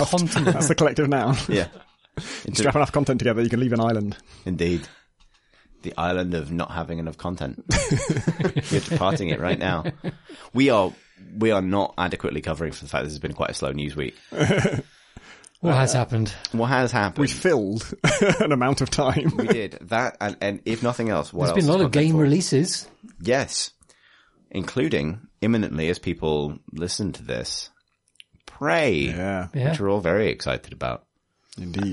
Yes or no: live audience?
no